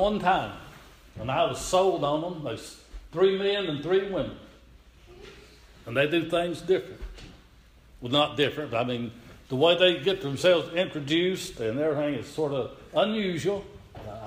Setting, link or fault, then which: setting, large echoing room